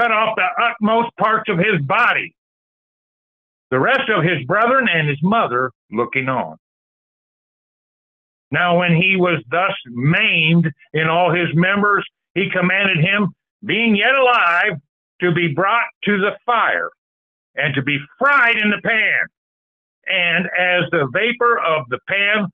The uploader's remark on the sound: Call In Bible Study